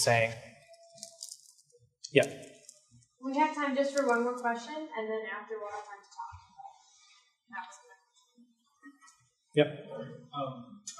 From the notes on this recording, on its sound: This lecture was given on May 2nd, 2023, at the University of Washington.